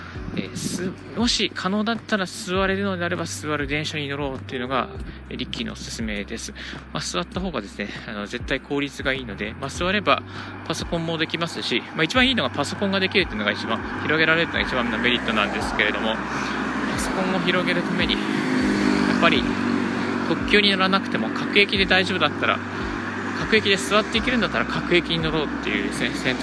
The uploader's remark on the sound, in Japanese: 歩きながらラジオ配信。